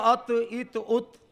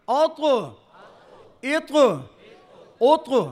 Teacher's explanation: अगर आपने ऐसे पढ़ लिया अत इत उत तो आप तो ता पढ़ रहे हैं, त्वा तो आपने पढ़ा ही नहीं